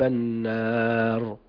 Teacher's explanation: النون مشددة تغن بمقدار حركتين